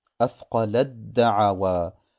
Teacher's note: Alle Araber pflegten das Ta, wenn es Saken ist, und dem ein Dal oder Ta folgt, mit den Buchstaben danach zu verschmelzen. Das Ta von Athqalat haben sie zum Beispiel verschmolzen mit dem Dal von Da'awa.